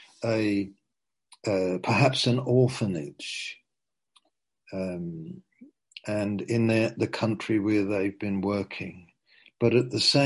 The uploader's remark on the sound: (Zoom) - Teign Valley Sessions - 19:00